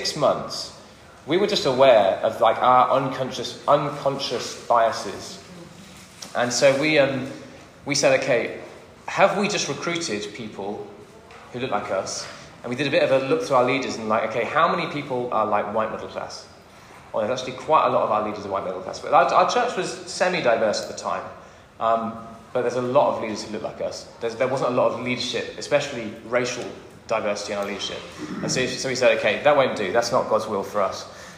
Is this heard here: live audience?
yes